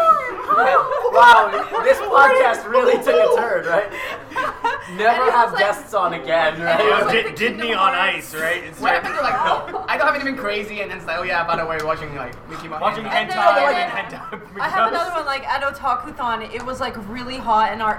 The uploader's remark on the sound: Recorded LIVE from a hotel hallway at Katsucon 2019 in Washington DC. Due to the un convention al recording space (pun super duper intended), the audio can be a little rough at times.